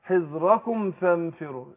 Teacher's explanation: ما تريحش في الميم بلاش غنة